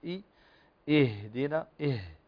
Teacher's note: الهمزة والهاء تخرج من أقصى الحلق